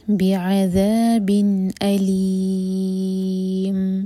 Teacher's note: لی ہم چار حرکا کھینچیں گے کیونکہ یہاں پر ہم رکیں گے تو میم کو ساکن کر کے رکیں گے، تو لی چار حرکا لمبا کھینچا جائے گا. علیم، اور این میں میم کی آواز جو ہے غائب نہ ہو، تو پڑھا جائے گا بعذاب علیم. · Term: مد عارض للسکون